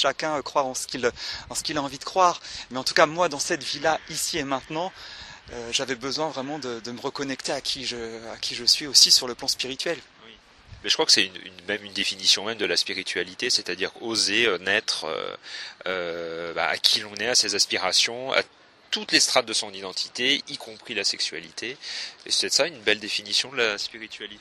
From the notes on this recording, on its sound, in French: C'est dans le jardin du Luxembourg à Paris que nous avons enregistré cette jolie rencontre